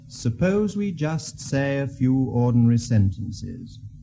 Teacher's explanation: It starts quite high on the second syllable of the word suppose and falls in steps until it gets to the last stressed syllable, sen, in the word sentences, which falls right down to the bottom.